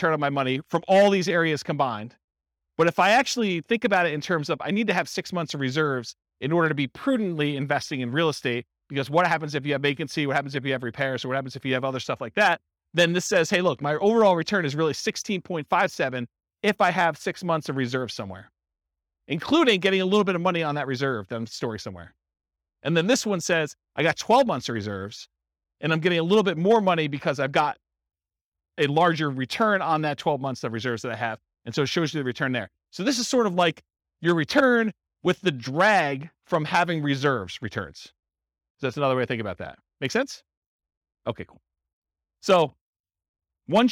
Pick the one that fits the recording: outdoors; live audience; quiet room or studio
live audience